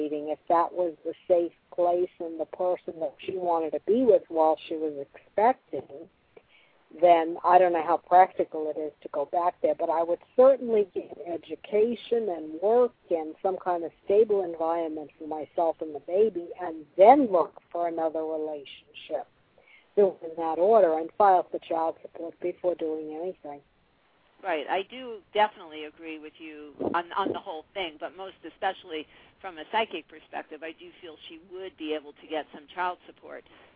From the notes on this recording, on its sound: live call-in radio talk show